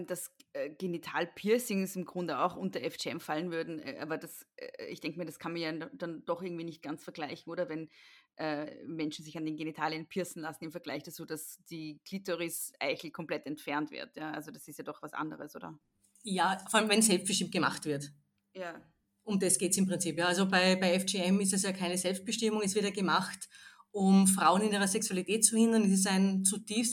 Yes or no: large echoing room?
no